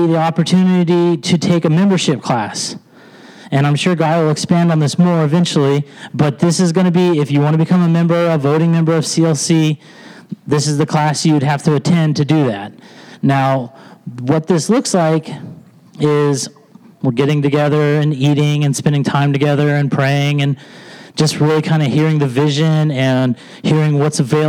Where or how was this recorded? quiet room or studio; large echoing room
large echoing room